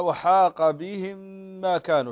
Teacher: الميم ساكنة وبعدها ميم مشددة فتغنى هذه الميم بمقدار حركتين. هنا إدغام مثلين صغير.